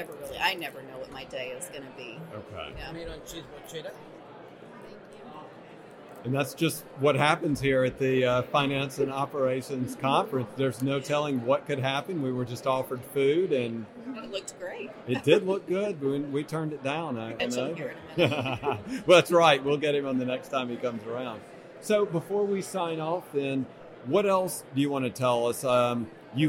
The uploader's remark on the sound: Live From Orlando. At the Medical Practice Excellence: Financial and Operations Conference in Orlando.